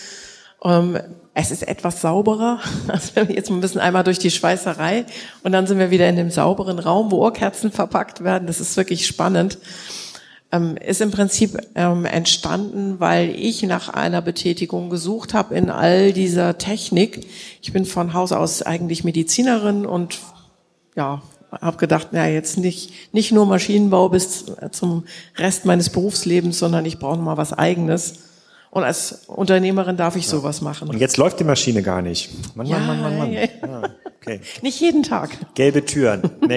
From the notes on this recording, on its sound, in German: Die Folge wurde live aufgenommen im Rahmen des Waterkanfestivals in Kiel.